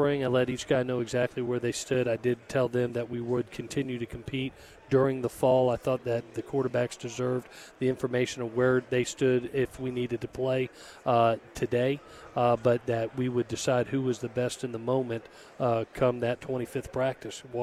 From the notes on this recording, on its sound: live from Pac-12 Media Day